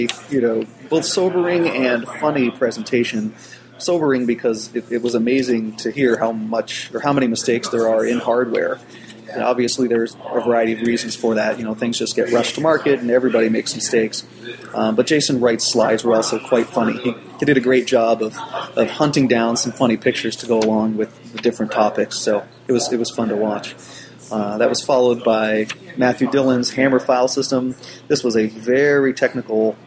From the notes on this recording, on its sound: Live from NYCBSDCon Sunday. A copy of Sunday's live stream from NYCBSDCon 2008.